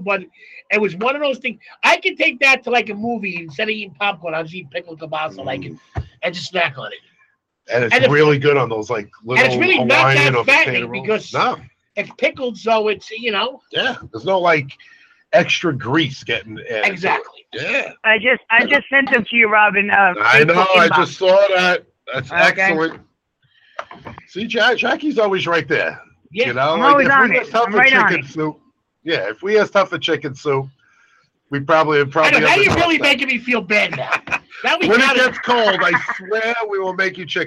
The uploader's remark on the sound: taking phone calls from callers